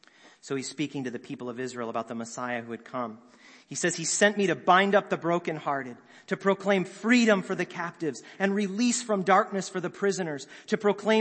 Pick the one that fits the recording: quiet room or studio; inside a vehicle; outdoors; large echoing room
large echoing room